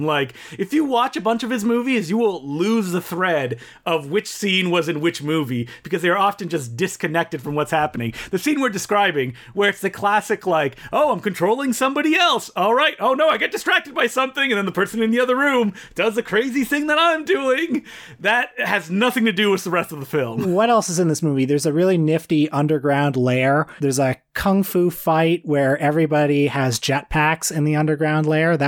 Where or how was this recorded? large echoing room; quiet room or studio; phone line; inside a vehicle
quiet room or studio